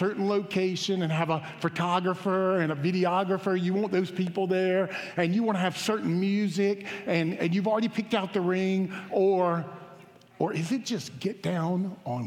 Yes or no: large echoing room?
yes